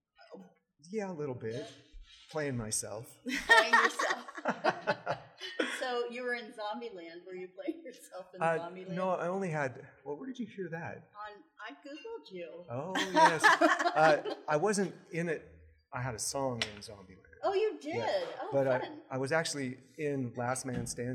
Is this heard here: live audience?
yes